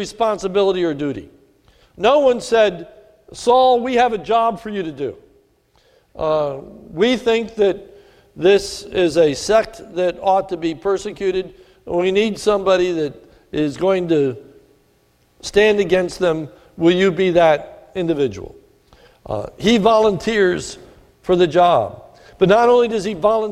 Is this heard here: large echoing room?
yes